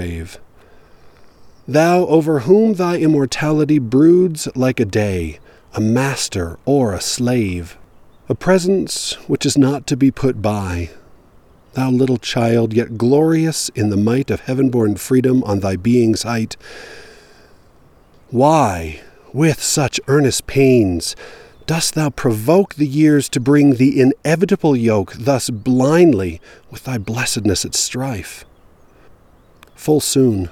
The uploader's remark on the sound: I recorded this at various stops on a hike up along the Deer Creek - Dry Creek trail in the Lone Peak Wilderness. Until I reached the water flowing under a snow field and didn't want to risk a crossing.